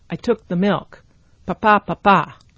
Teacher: there is also an alternation between syllables that are stressed and pronounced clearly and syllables that are unstressed and therefore are reduced and are spoken very quickly